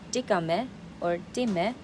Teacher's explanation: So you can uh, say it in a rising tone, which is dígame or dime. Also, you can use it in uh, um, in in, a, in another tone like dígame dime.